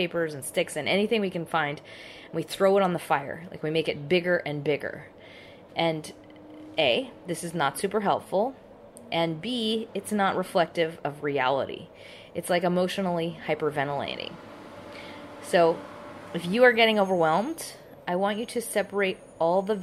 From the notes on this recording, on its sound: I couldn’t get into the recording studio thanks to said virus, so this one has a lot of background noise.